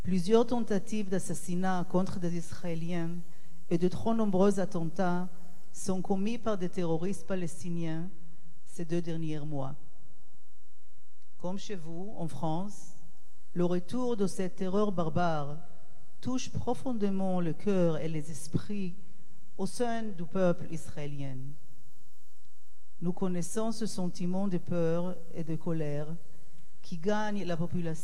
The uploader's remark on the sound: A Concert of Jewish Unity Live from The Great Synagogue of Paris.